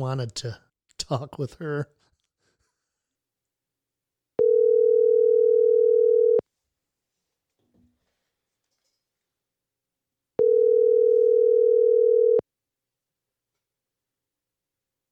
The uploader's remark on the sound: Things get sketchy in a rough phone interview.